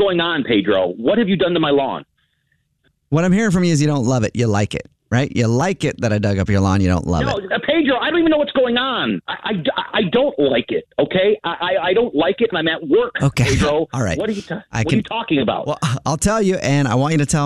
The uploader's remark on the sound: Phone Prank